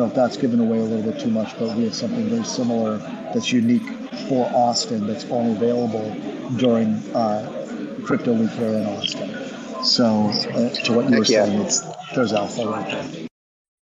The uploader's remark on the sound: Special Edition Live from DCentral Austin